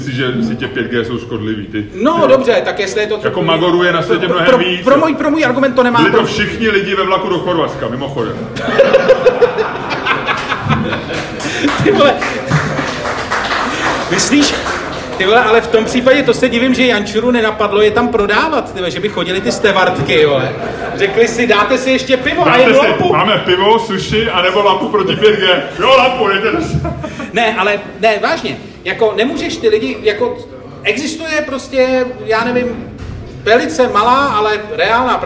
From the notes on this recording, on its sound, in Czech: SPECIÁL ŽIVĚ. Poprvé jsme totiž vysílali ŽIVĚ před publikem, a to ze smíchovské hospody Kwak.